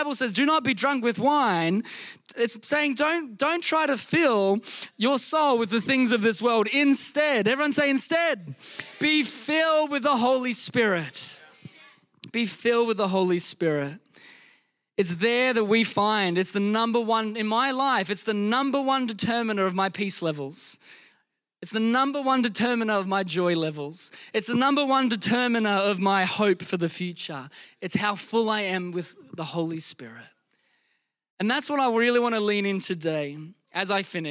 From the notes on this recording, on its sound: Recorded during our Melbourne East service on Sunday, the 28st of May 2023